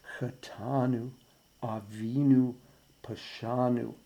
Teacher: putting just a tiny little bit of pressure on the second syllable of those three words